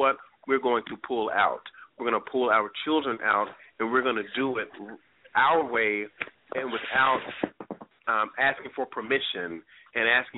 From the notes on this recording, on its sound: I was having sound issues!